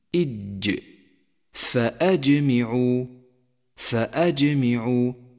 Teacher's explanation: وعرفت لك الجهر الذي هو ضد الهمس بأنه امتناع جريان النفس مع الحرف، فتأمل كيف يمتنع النفس مع حرف الجيم